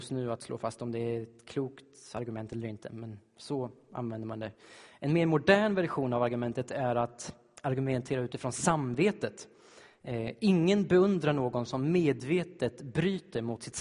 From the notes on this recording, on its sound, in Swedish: Inspelad i Baptistkyrkan Tabernaklet i G&#246;teborg. Inspelad i Baptistkyrkan Tabernaklet i Göteborg.